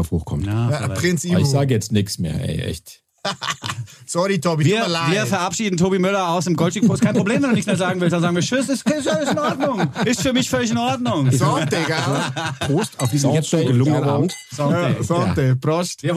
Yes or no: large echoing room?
no